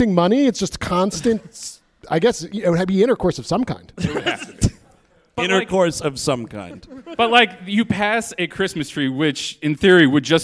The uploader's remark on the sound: Recorded live at the Abrons Art Center on the Lower East Side of Manhattan— Part of the 2018 NYC Podfest.